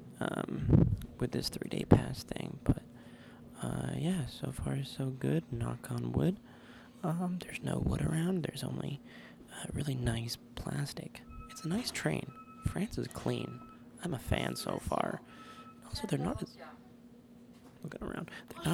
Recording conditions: wind noise